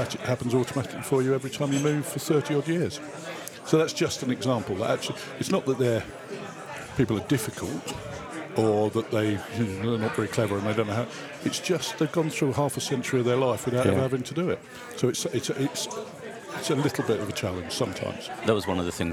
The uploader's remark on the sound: Part two was recorded in The Grainstore, Oakham, Rutland, during the December Rutland AFBC meeting